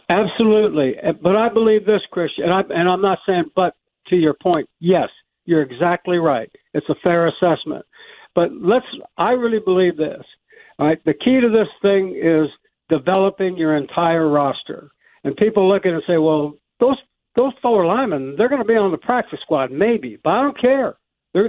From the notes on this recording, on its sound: Naturally, he called.